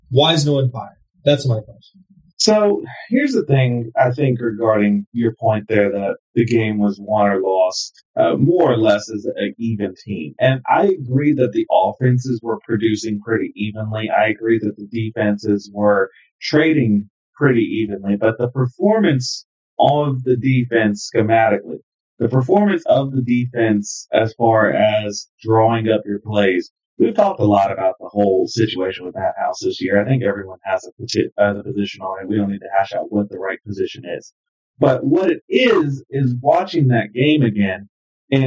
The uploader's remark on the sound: We experienced some technical difficulties during recording